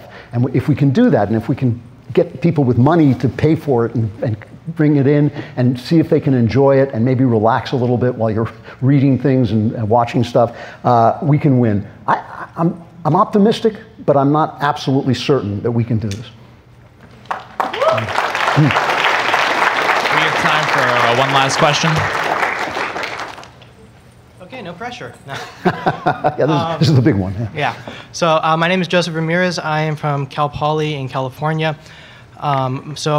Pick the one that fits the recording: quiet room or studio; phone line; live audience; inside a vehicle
live audience